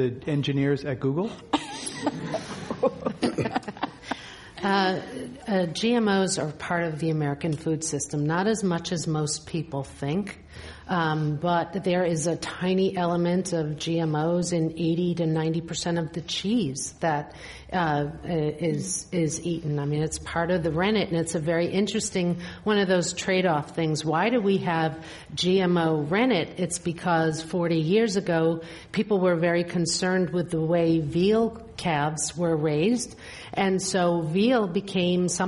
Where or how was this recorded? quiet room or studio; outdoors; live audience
live audience